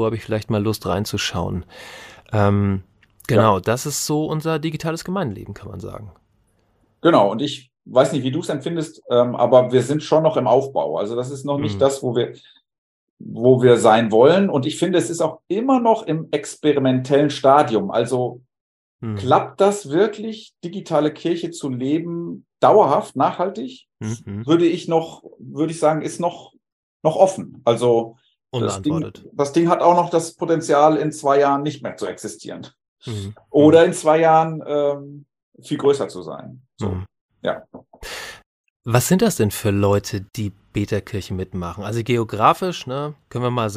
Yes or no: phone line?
no